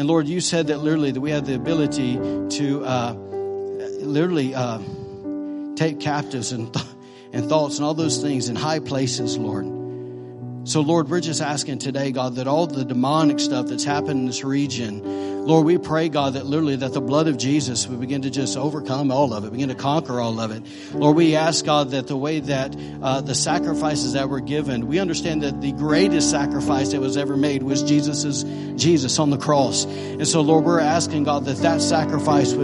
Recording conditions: large echoing room